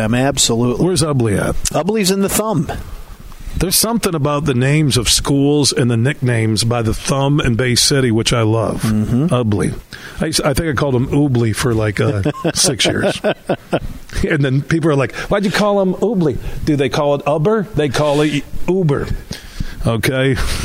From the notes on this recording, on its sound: Today we're broadcasting live from Forest Hills Eastern.